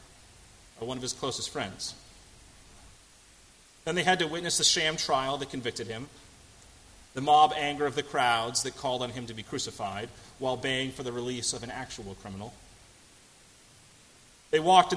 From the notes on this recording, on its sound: At First Congregational Church of Houston.